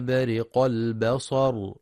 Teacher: ينتبه القارئ برواية حفص في كلمة برق لكسر الراء، فلا يقرأ برق بالفتح.